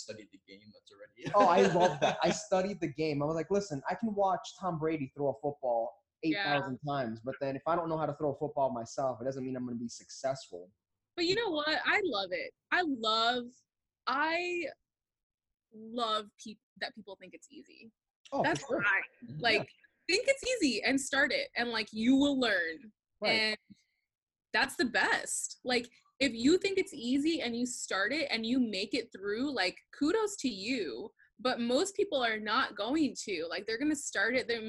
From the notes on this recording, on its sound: as we figure out how to use ZOOM for a podcast